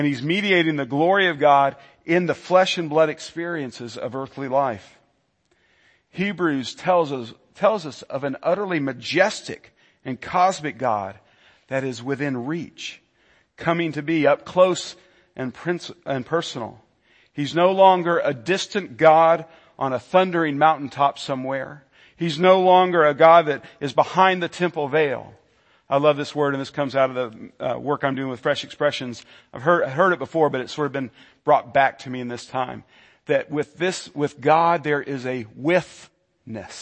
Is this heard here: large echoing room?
yes